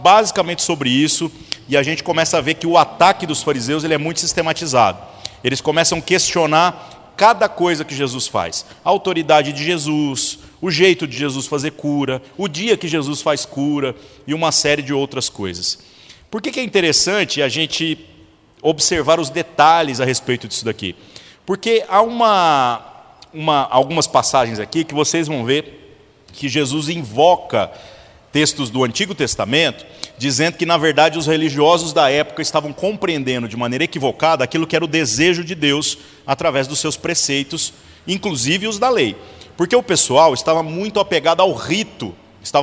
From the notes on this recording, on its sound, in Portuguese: gravado em 23/05/2018 na Igreja Sal da Terra - Manifesto, em Uberlândia-MG